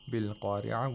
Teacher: You don't close your mouth completely. This meme has to be pronounced with إِخْفَاء، which means that the mouth is not completely closed. There is a small space between the lips, and a nasal sound is made for 2 vowel counts. · Term: إِقْلَاب of Nun Sakina